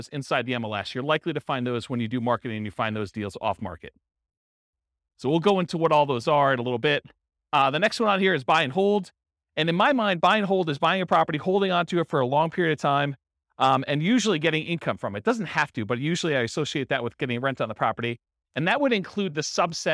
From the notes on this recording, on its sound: This was a live class recorded